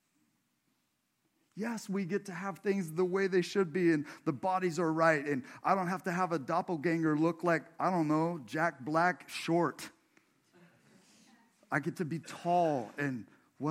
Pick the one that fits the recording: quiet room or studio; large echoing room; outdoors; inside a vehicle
large echoing room